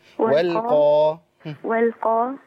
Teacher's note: القاف المفتوحة أو القاف عموما ما فيهاش انفتاح كامل، ما قولش والقا وما عملش انفتاح الفم كبير.